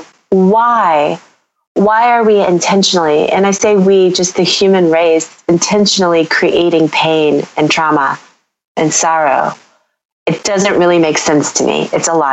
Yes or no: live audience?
no